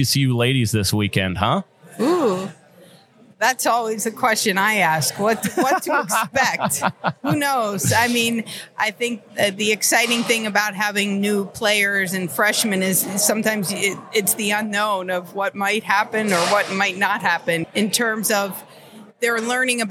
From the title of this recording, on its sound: Live at the Collegiate Open